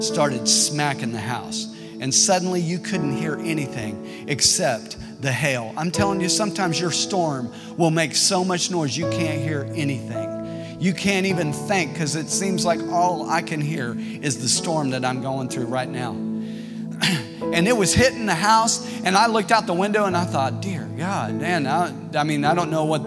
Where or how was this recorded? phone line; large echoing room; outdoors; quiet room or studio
large echoing room